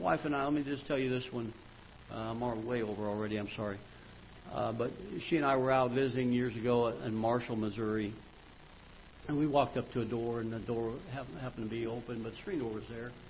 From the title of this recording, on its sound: Ketha Heights Baptist Church ~ Live Broadcast